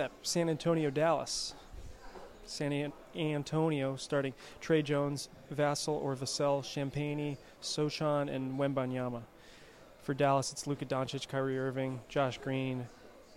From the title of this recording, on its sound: Live from Dimond Slice